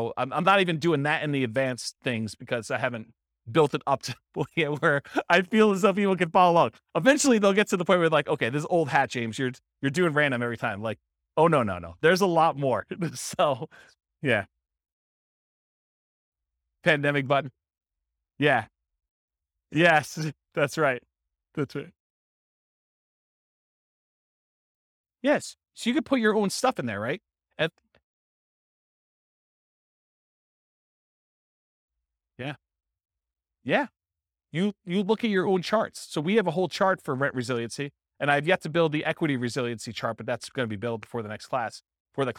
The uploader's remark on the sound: This was a live class recorded